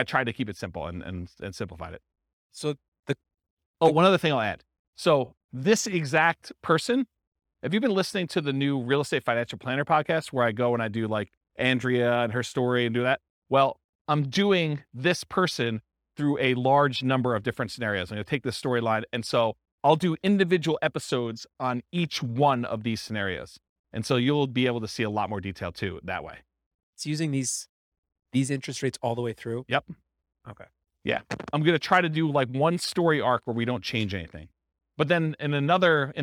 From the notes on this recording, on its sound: This was a live class recorded